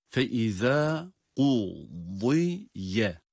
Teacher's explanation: Kaf ötesiyle kalın. Yani bütün harekesiyle kaf harfi kalın okunur.